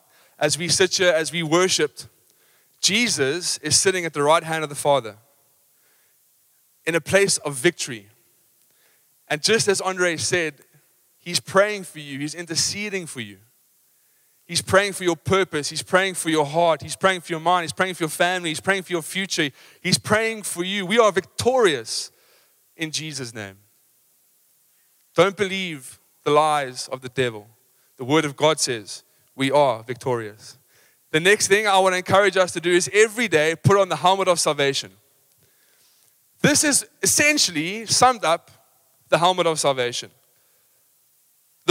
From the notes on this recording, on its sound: Recorded live on Sunday the 15th October 2023